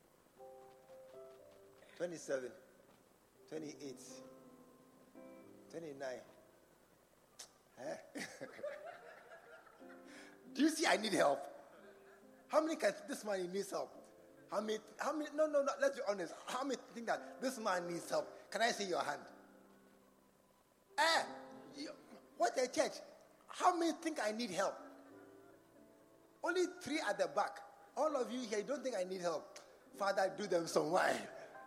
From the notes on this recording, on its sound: Preached at the True Vine Cathedral.